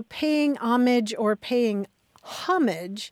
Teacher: the accent in both of those cases is on the first syllable